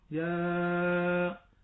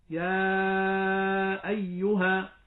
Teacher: النطق الأول الخطأ تحس فيه أن الألف كأنها وقد اعتراها تفخيما · Shown in: first take